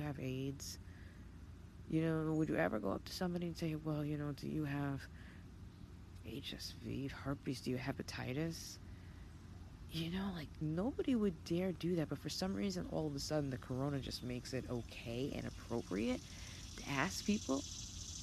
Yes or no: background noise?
yes